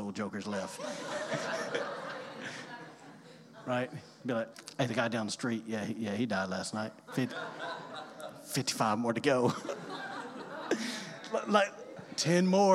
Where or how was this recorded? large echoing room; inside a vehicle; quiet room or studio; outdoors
large echoing room